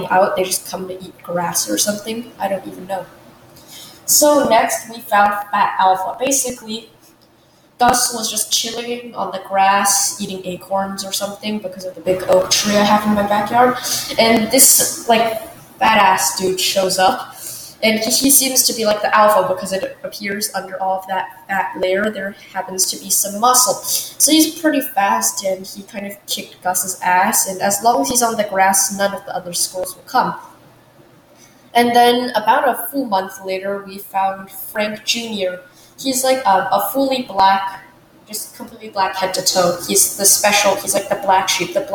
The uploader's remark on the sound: my mic is horrible and theres so much echo